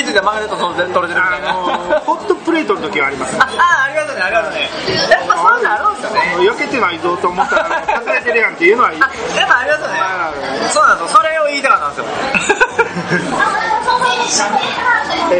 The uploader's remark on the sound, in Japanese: 今回は対面収録で串カツ屋さんで収録したため、ものすごい雑音の中で喋っています。お聞き苦しいかもしれませんがご了承ください。